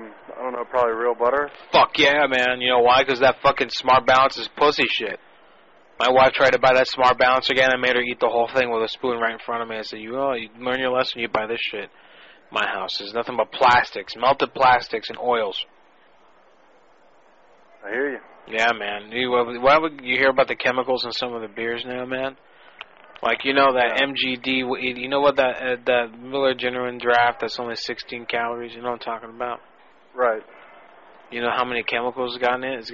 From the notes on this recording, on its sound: Personal Prank Phone Calls Collection